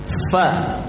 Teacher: Huruf fa itu makhrajnya adalah dari bibir. Di mana ujung gigi seri atas menempel ke perut bibir bawah.